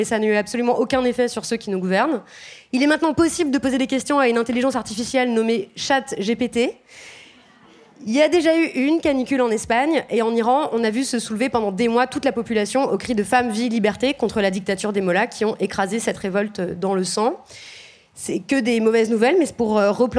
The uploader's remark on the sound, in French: Pour cet épisode spécial enregistré en public. Sur la scène du Trabendo à Paris. Cet entretien a été enregistré en public. Au Trabendo (Paris, 19e).